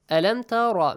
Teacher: So, أَلَمْ تَرَ. Make sure Ra is pronounced with a heavy sound.